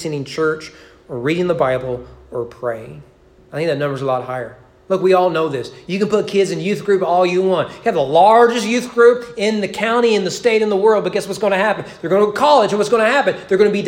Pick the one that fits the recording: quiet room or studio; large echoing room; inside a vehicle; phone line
large echoing room